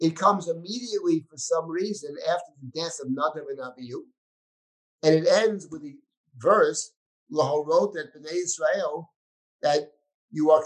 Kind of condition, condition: link, video call